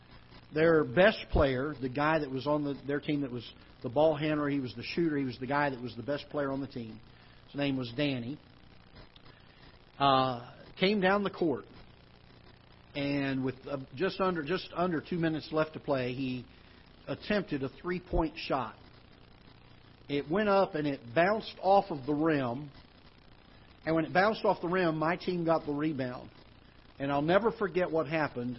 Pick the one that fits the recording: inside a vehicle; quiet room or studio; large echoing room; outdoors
large echoing room